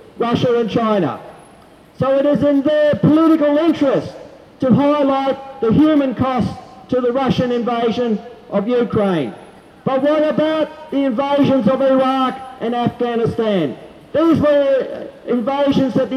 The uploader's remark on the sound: Rally for Peace 18 March 2022 outside the Hilton Hotel organised by JustPeace while Minister for Defence Dutton was speaking to the American Chamber of Commerce at a $2,000 luncheon inside the Hilton Hotel Brisbane.